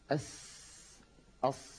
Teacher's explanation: في السين وفي الصاد نجد الهواء يمر بقوة وبكثرة